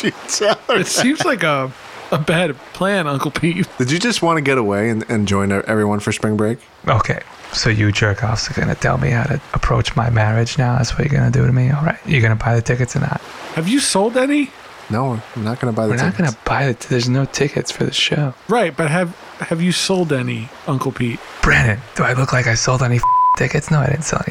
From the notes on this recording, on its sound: On Location At Spring Break 2021. The boys will be recording a live episode straight from the beach, today! Come and enjoy the sounds of the ocean.